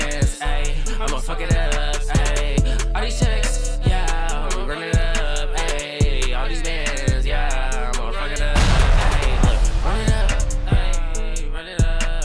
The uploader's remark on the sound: Recorded from the back of the tour bus